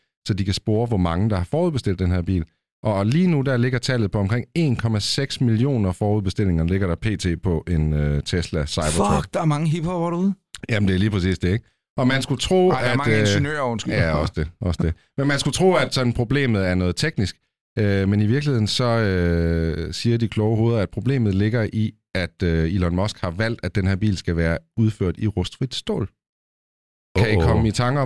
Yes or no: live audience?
no